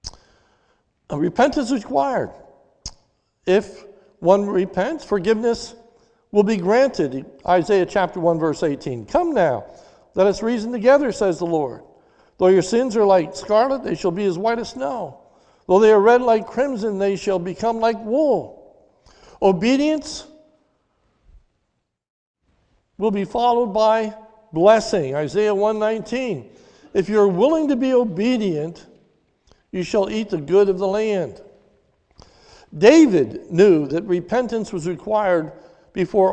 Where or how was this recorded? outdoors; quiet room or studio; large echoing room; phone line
large echoing room